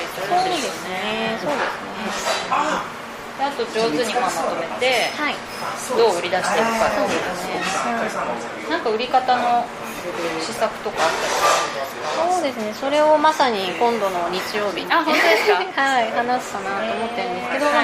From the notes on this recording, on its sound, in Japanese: 雑音ごめんね